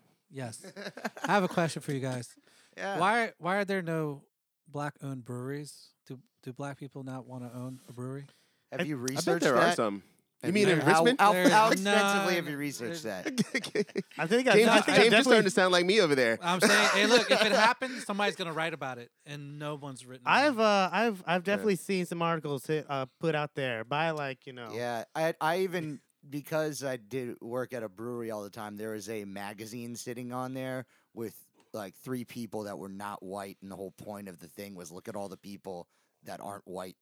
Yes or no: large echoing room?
no